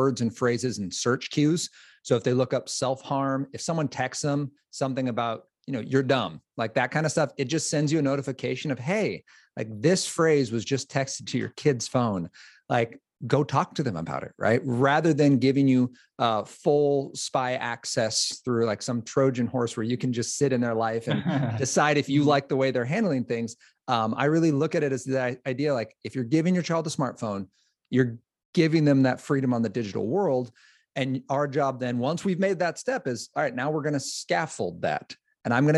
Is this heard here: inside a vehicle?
no